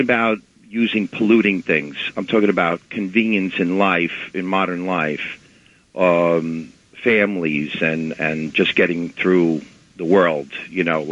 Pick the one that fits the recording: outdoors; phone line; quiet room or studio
phone line